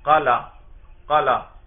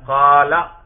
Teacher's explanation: اسی قاف کے زبر کو کھینچ کر لمبا کر دیا · Shown in: second take · Term: حرف مدہ